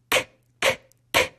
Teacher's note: Zuerst blockiert deine Zunge mit ihrer Platzierung oben am weichen Gaumen kurz den Luftstrom. Sie ist dabei, das K zu bilden, einen stimmlosen Konsonanten.